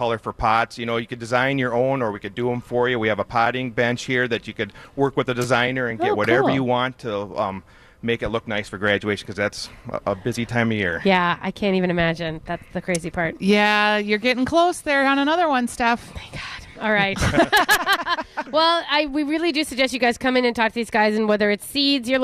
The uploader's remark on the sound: Live at Bachman's